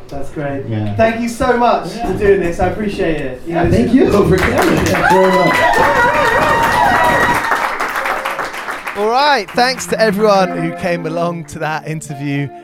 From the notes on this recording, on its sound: Live from Manchester Punk Festival